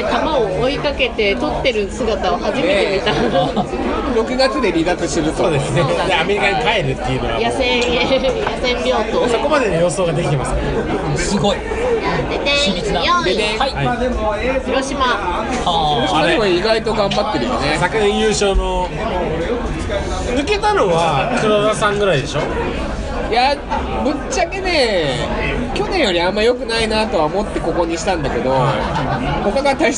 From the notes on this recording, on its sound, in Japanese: 相も変わらず飲み屋での収録で申し訳ないですが